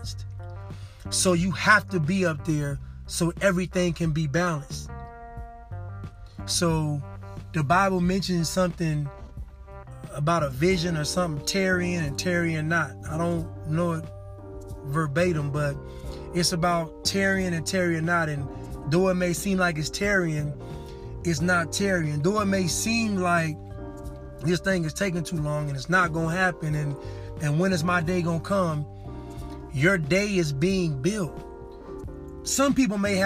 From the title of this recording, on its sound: Casting from the car...again.